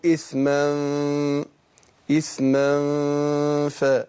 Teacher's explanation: إثما، النون اللي بتتنطق مش بتتكتب ديت، النون الساكنة، جه بعدها الفاء، فهنخفي النون الساكنة، نون التنوين عند الفاء. · Term: الإخفاء